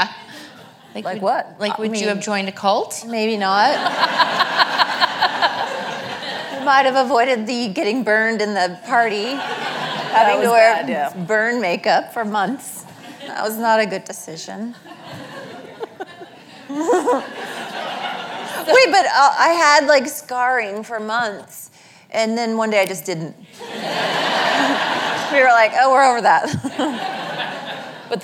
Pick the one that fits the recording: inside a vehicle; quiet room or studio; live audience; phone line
live audience